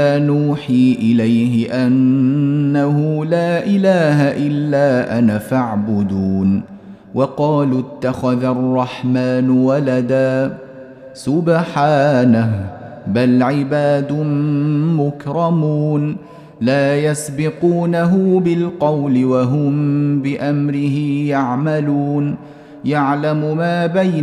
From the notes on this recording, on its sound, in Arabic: مسجل من صلاة التراويح بمسجد السلام بحي مشرفة بجدة.